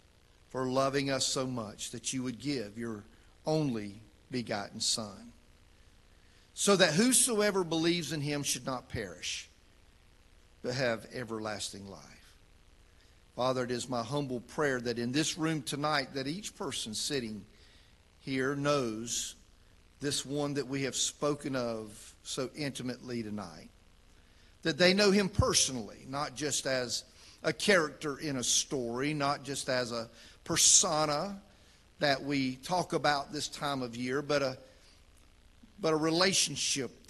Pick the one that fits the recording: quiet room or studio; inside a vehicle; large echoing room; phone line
large echoing room